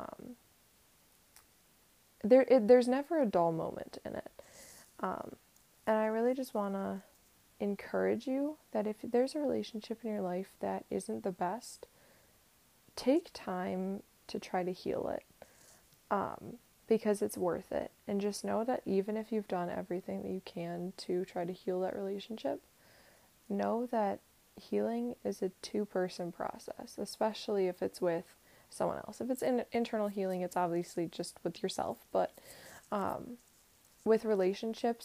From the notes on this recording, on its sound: my mic was rubbing up against my sweater a little bit, so sorry!